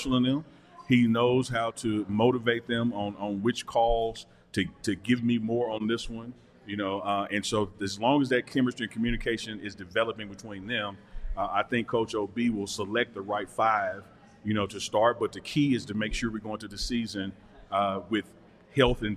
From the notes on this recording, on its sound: live from the DNVR Bar